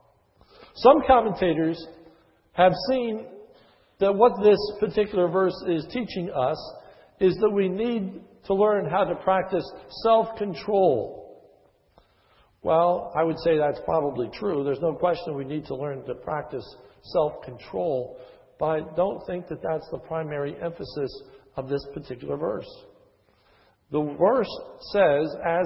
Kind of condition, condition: setting, large echoing room